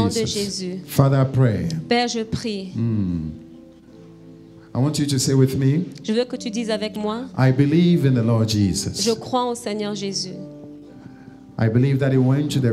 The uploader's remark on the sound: Preached during Joyful Hour Sunday Service